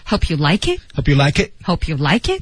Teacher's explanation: 这个 like it 就体现出俏皮的语调了，先高后低